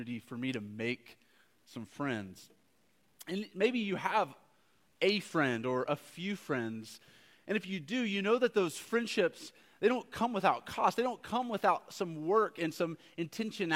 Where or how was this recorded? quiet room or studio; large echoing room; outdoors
large echoing room